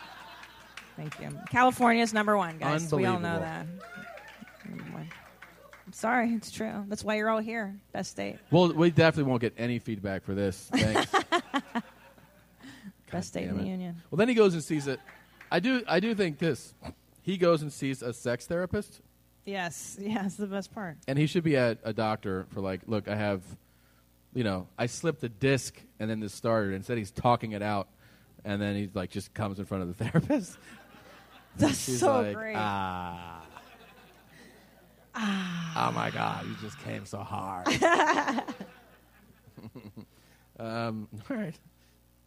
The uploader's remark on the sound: Live From San Francisco. It's LIVE from Man Fran Disco (San Francisco)!